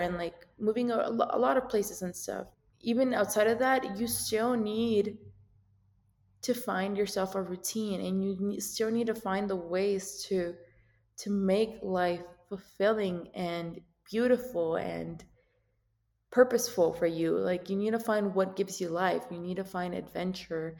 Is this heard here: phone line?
no